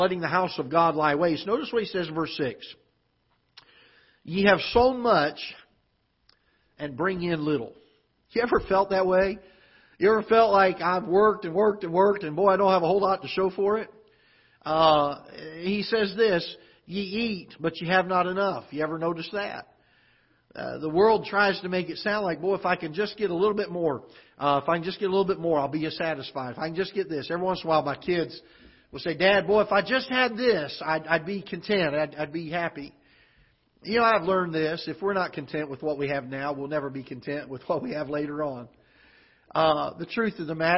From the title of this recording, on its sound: Ketha Heights Baptist Church ~ Live Broadcast